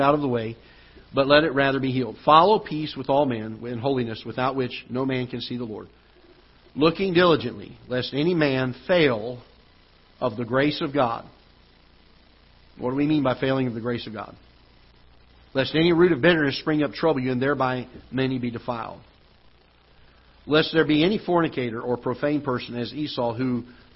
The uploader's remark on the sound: Ketha Heights Baptist Church ~ Live Broadcast.